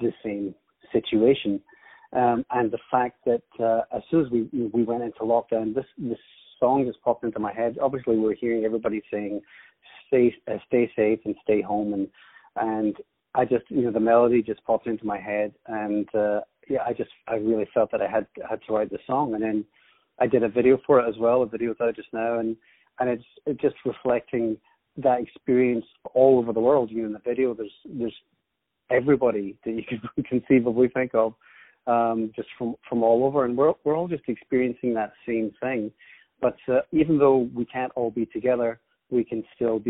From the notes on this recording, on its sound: On the phone